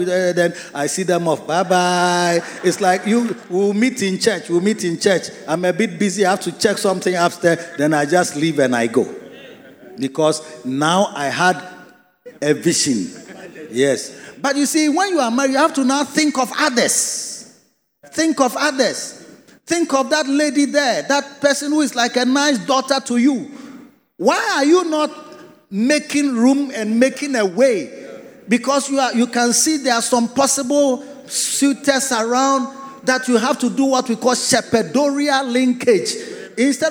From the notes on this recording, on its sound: Preached at a Victory Secrets Service - The Makarios Cathedral, HQ